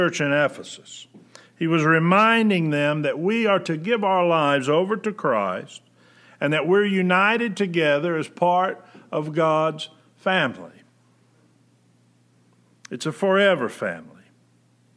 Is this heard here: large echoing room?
yes